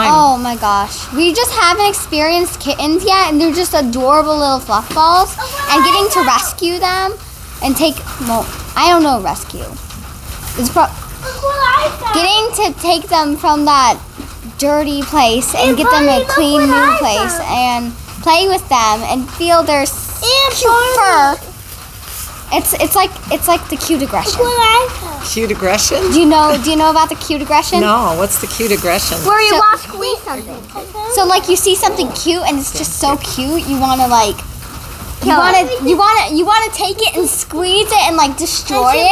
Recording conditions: background noise